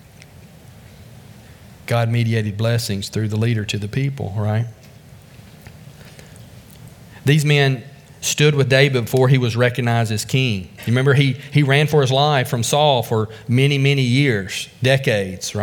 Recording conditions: large echoing room